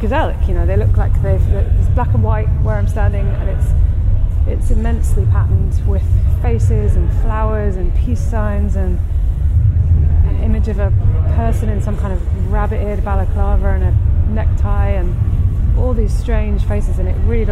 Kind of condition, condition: setting, outdoors